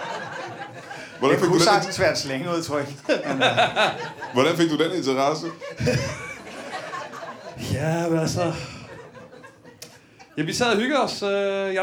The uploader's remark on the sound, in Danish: LIVE fra Det Bruunske Pakhus i Fredericia